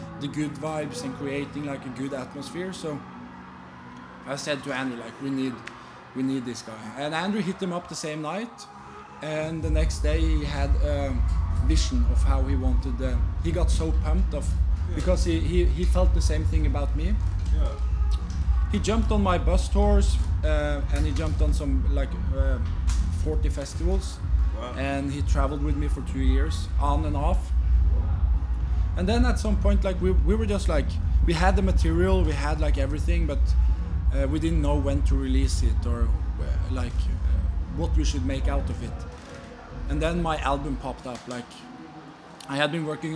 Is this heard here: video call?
no